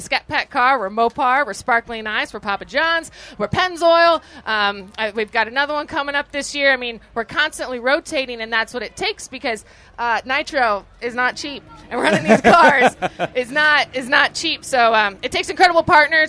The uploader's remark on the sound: live from Roadkill Nights in Pontiac Michigan